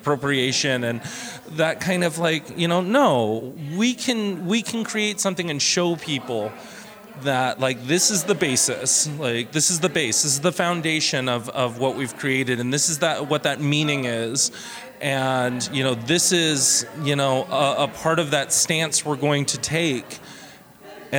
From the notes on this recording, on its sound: Session recorded at the Readywipe Gallery, in occasion of the celebration of the Day of the Dead, titled: "Por Nosotros y para Todos Nosotros, Día de los Muertos Holyoke Community Altar."